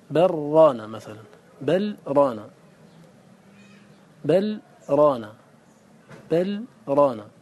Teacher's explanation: اللام ساكنة بعدها راء، ماذا نفعل؟ ندغم اللام في الراء · Term: اللام قبل الراء